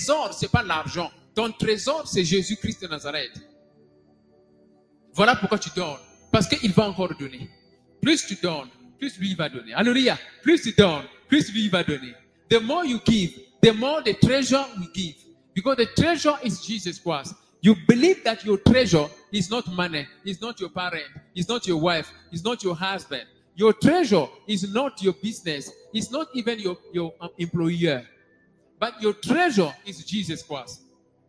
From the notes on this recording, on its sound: SUNDAY LIVE SERVICE